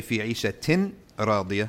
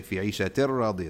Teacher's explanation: The noon sound will go into the ra. · Shown in: second take · Term: idgham